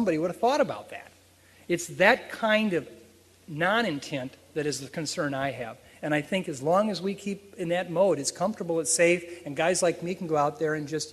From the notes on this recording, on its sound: at the 2006 Freeman Spogli International Conference